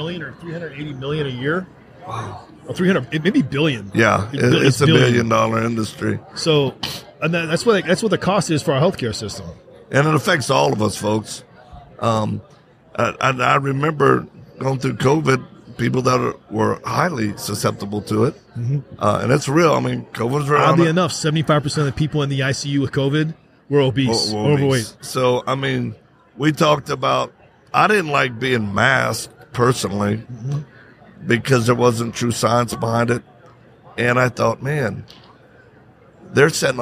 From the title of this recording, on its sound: Live at AmFest